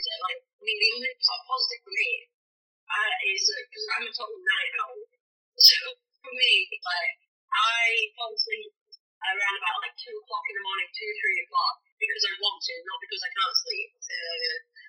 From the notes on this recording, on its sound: Warning - the audio isn't the best on this one. We did our first remote recording and didn't pick the best method.